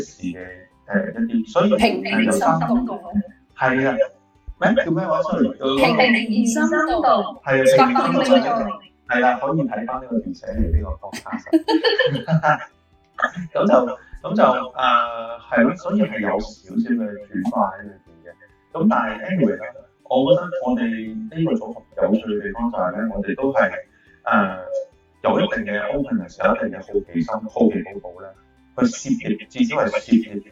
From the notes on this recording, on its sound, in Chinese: 網上錄製聲音未完善，請多多包涵